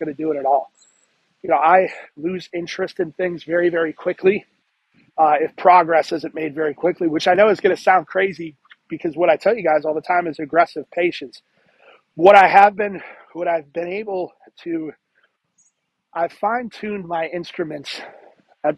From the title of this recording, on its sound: Poor Audio